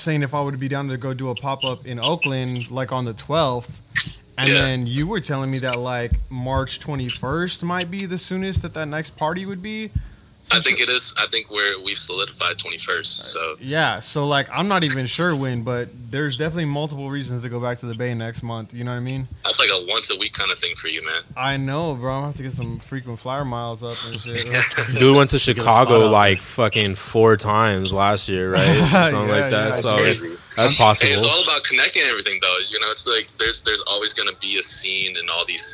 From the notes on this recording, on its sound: We have our very first call in interview featuring brand owner from San Fransisco. We get a phone interview.